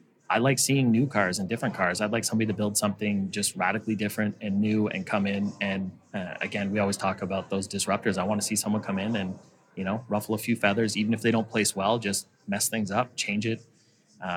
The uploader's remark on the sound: chat live at PRI